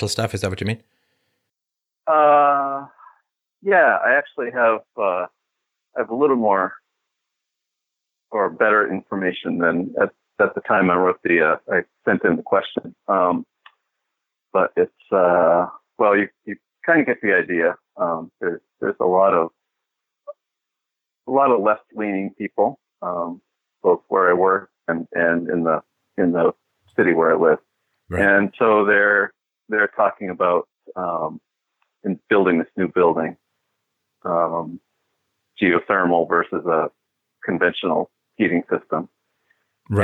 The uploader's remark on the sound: Call In Show